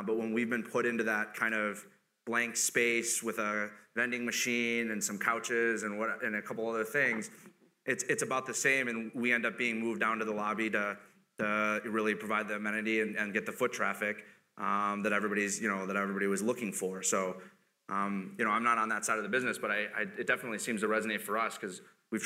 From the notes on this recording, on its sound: Chicago Luncheon Mar 10, 2016. A lively panel discussion.